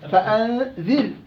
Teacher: الراء ساكنه في الطرف قبلها مكسور وبالتالي حكم الراء ترقيق